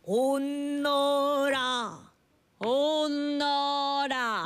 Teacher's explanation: so to make sound clear, you should put 니은 as a last consonant